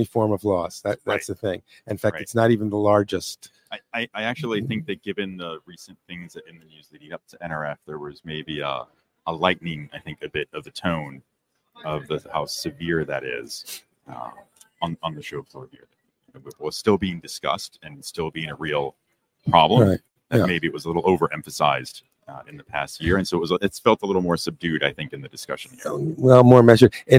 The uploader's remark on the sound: RetailWire Live at NRF 2024